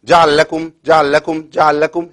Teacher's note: بيان اللامين، لأن أنا بنتقل من مخرج اللام بخرج بحركة وبعدين برجع تاني لمخرج اللام واخرج بحركة، فسهل قوي أن أنا إيه أكسل وأجيب حرف إيه واحد.